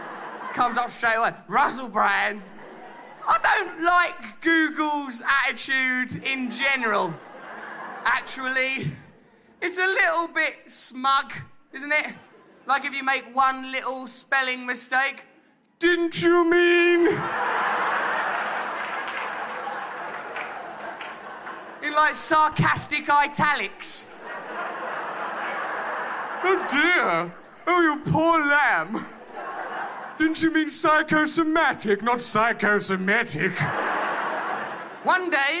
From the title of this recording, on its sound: Live in New York City (2011)